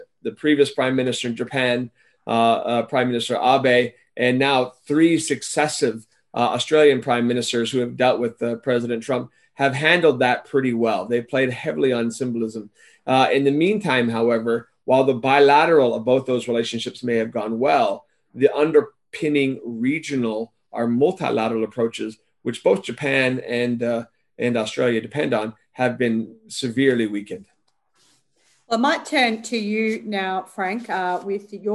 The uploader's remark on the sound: A La Trobe Asia/Perth USAsia Centre event. Recorded live via zoom.